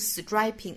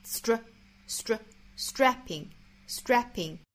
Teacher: 在 s 跟后面的 tr 之间不能拖出来元音 · Shown in: second take · ，一定不要发成 striping,而是 str, str, strapping, strapping.所以我们在发 s 之后很快就发另外一个辅音，就是 tr。这个辅音了，就是 stra, stra, stra, stra